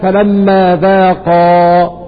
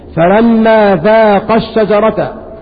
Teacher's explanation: هذه الألف لا توجد إلا في حال الوقف، وإنما في حال الوصل تحذف ولا تنطق. فلما ذاق الشجرة، فإذا وقفت عليها فلما ذاقا، أما إذا وصلتها فإن هذه الألف تحذف لالتقاء الساكنين.